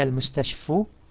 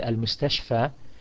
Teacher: you can't put a e at the end of it in pronunciation because it's just a long a at the end · Shown in: second take · So therefore, what you do is you continue and you carry on and you pronounce it al-mustashfa.